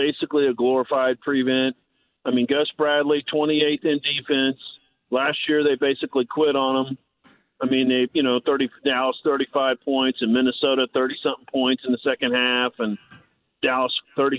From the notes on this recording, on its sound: He takes some calls and answers some questions from listeners online about the loss as well. He then opens the phone lines back up and takes some calls! He takes some more phone calls from listeners as well!